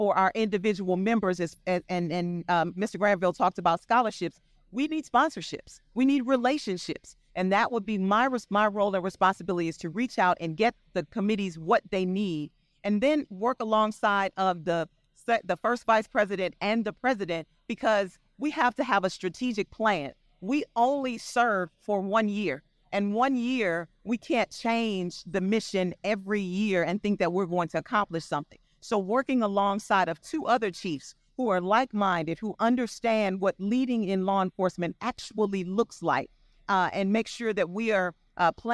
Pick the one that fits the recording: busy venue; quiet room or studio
busy venue